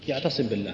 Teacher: فتخفى بحيث أن تخرج غنة خفيفة مع شدة خفيفة · Term: الإخفاء